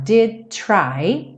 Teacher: Aqui o did, já junta no try, did try. E o to está reduzido para rarará.